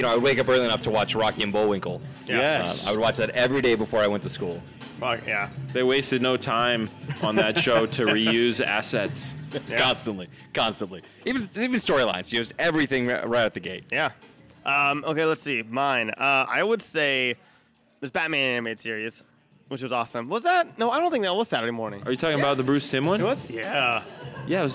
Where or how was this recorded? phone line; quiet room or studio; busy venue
busy venue